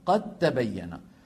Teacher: الدال في التاء قد تبين، الدال والتاء من المخرج ذاته فهما متجانسان